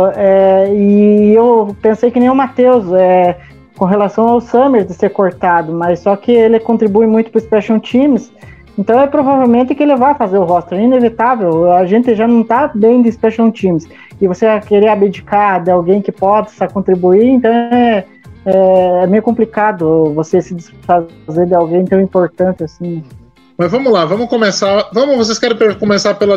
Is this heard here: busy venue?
no